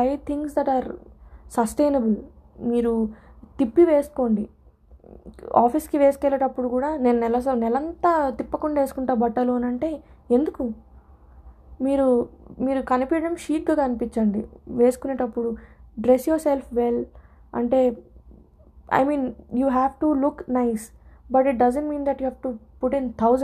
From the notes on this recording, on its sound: Sorry for the disturbing noises.